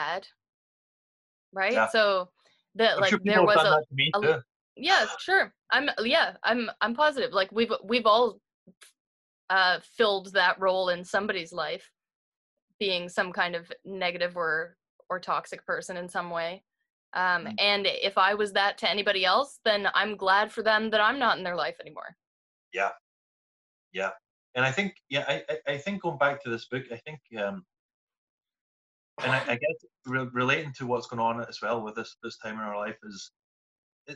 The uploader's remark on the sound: reunite over zoom